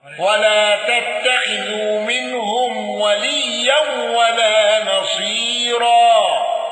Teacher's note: الأزرق بترقيق الراء واندرج التفخيم مع قالون